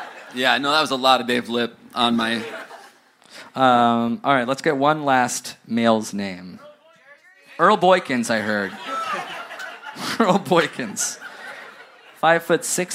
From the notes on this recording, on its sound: Live in Brooklyn! Recorded at "The Hall at MP" in Williamsburg, BK!